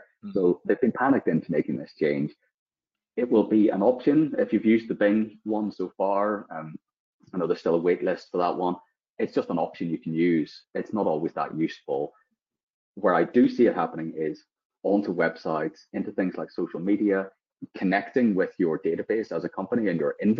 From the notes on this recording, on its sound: This episode is the audio taken from the webinar we ran of the same name.